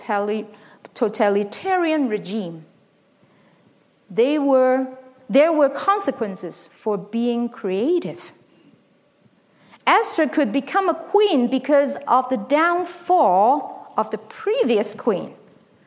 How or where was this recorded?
large echoing room